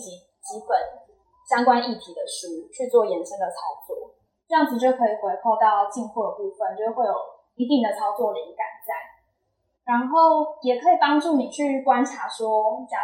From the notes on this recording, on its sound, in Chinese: 店員專場講座特輯！現場收音設備不足，後製已盡量降噪處理，音質不佳敬請見諒。